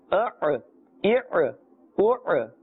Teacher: So differentiate between the Hamza, which has a flat sound, and the Ayn, which has a more intense sound from the center of the throat